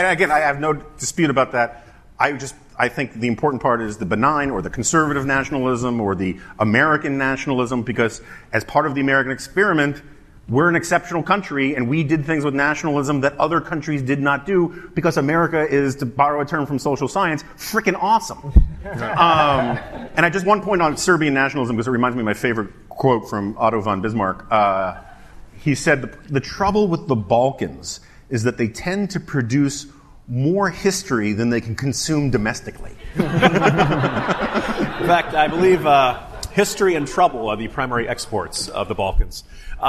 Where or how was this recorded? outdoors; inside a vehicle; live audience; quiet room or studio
live audience